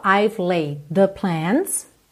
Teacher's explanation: laid com the, você junta num D só